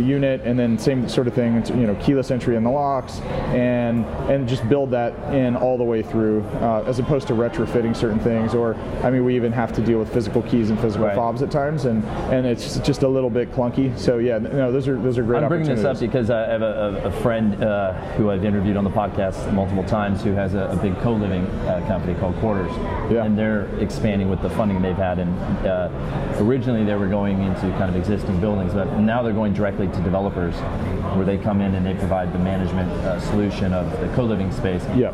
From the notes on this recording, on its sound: Live from IMN Multi Family Conference. At the 3rd Annual IMN Multi-Family Conference in Santa Monica, CA.